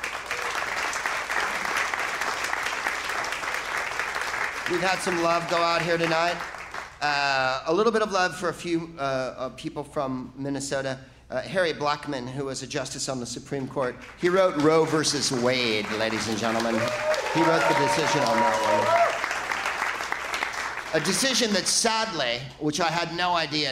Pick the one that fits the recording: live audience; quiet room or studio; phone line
live audience